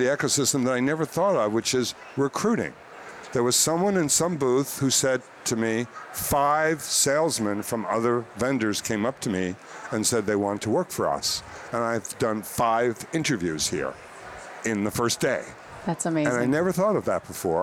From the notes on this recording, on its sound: stopped by intrepidHR at the HR Tech conference in Chicago